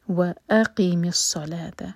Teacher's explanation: واو الگ ورڈ ہے اور اقیم الگ، تو حمزہ پر زور دے کر پڑھیں گے